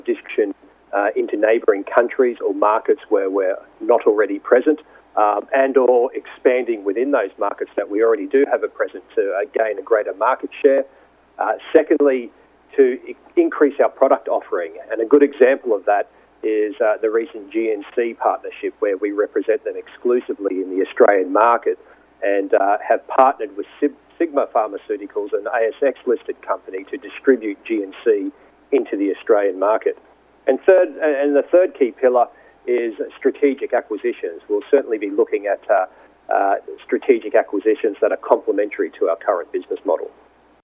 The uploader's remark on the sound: called in to SmallCapVoice